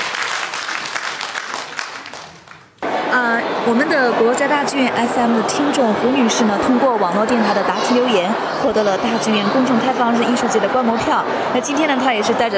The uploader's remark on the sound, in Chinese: 剧小院在现场：大剧院“公众开放日艺术节”